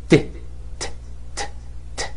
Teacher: ما في اهتزاز في الاحبال الصوتيه وانت بتنطق التيه